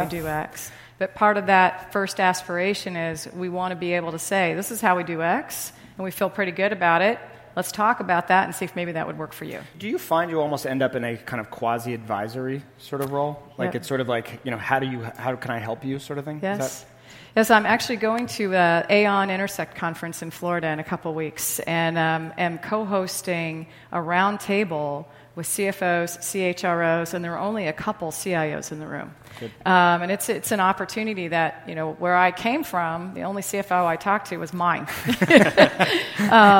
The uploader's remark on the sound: In this customer panel at Greyscale, an event hosted by Greylock Partners